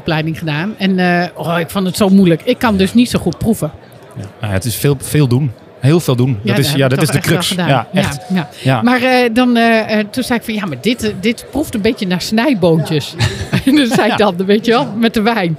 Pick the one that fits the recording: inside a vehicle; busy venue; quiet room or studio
busy venue